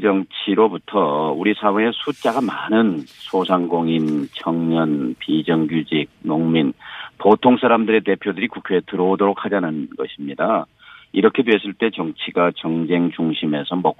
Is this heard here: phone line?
yes